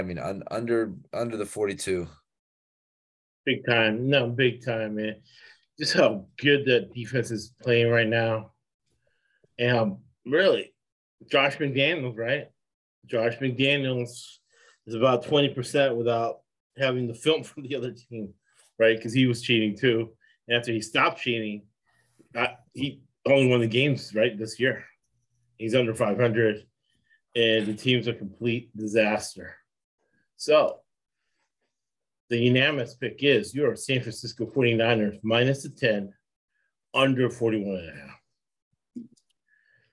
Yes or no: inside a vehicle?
no